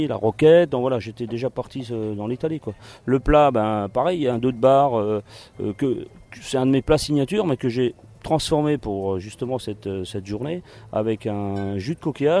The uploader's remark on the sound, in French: Une interview pendant le festival de Cannes 2015. Dans le micro du Le Fashion Post.